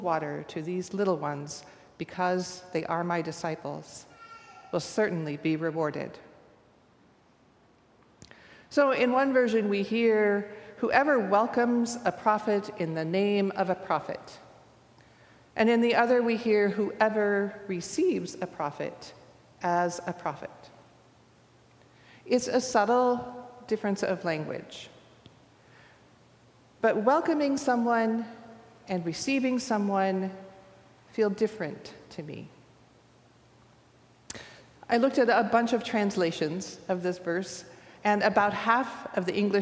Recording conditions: large echoing room